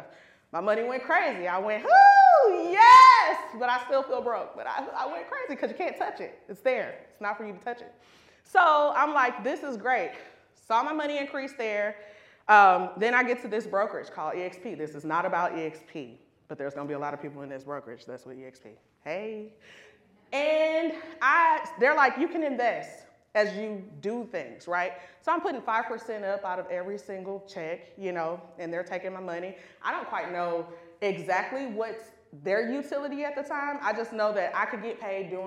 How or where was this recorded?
live audience